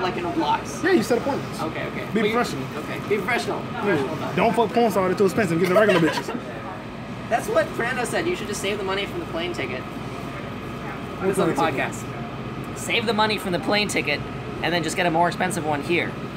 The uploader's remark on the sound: Multiple comics on a noisy train, very funny.